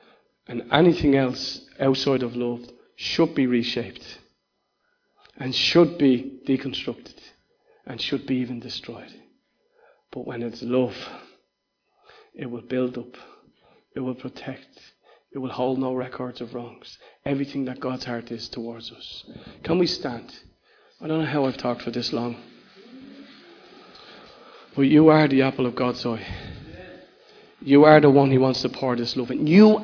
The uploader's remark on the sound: Recorded live in Liberty Church on 30th June 2019